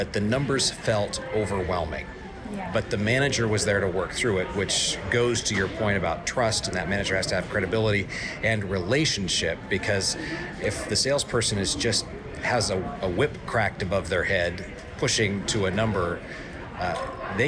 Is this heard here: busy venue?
yes